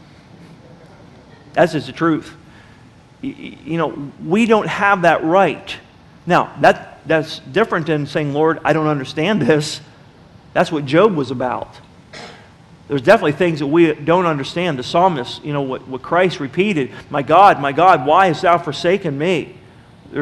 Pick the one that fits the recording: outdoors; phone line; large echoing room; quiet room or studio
large echoing room